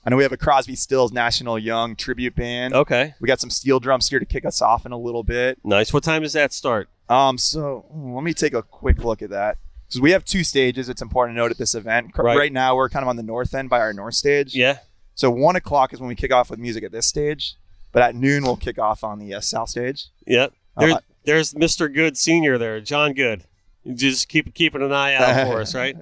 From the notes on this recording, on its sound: Connected By Water: ON LOCATION. We were all set up with our trailer, aka “The Minnow” for the 2022 Pompano Beach Seafood Festival.